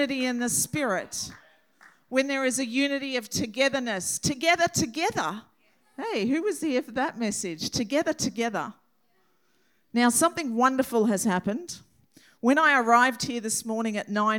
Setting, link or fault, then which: setting, large echoing room